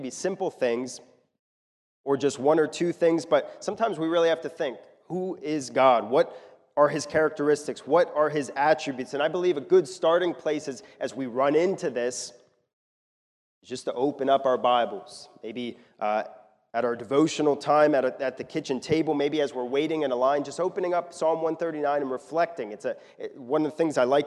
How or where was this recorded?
large echoing room